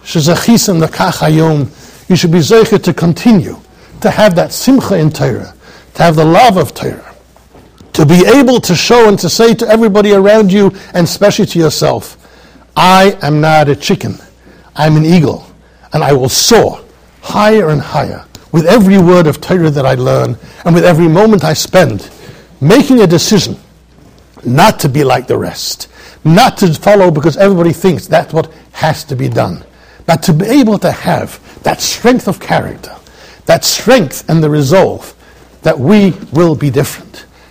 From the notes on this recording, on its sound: Shiur recorded in Yeshivas Ohr Reuven, Monsey NY.